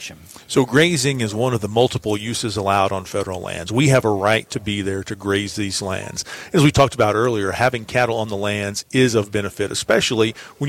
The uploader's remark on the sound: LIVE from the 139th Montana Stockgrowers Convention & Trade Show